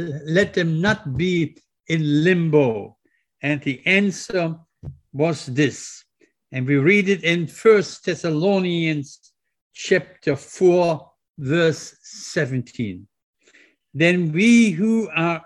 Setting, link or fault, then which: setting, large echoing room